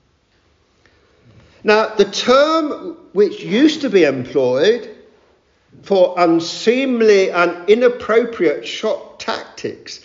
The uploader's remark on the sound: Addressed the recent 'Protestant Conference' meeting in central London on this vital theme.